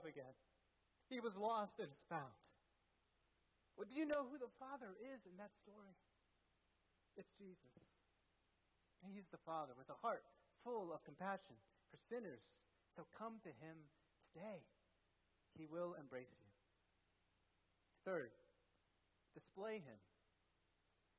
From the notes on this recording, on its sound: at First Baptist Church in Delphi, Indiana